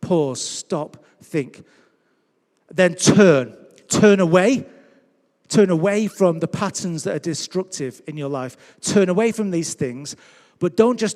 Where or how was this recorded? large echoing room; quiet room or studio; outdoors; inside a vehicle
large echoing room